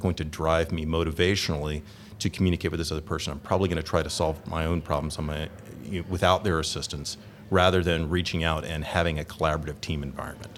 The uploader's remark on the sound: Live From Agile Midwest.